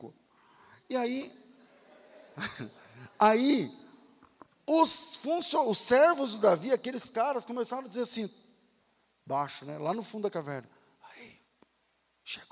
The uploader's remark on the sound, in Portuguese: Culto ao vivo